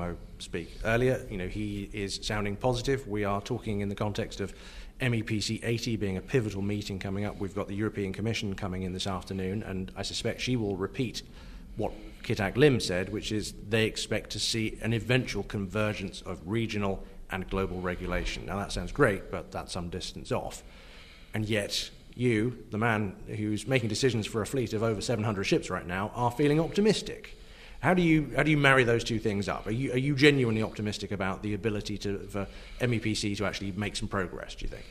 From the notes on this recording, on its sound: Optimism overflows in Oslo. The first in a daily series of podcasts live from NorShipping.